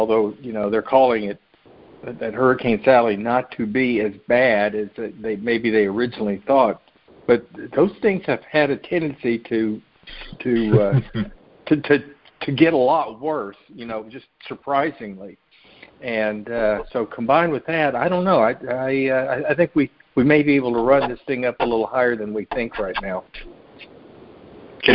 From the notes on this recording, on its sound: Monthly Conference Call